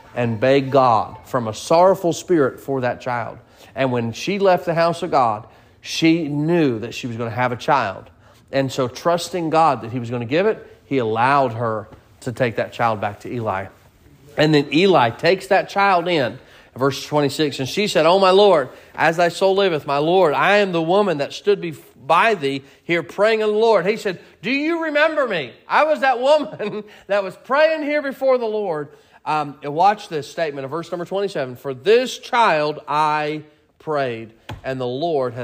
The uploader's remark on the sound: Sermon preached at Mid County Baptist Church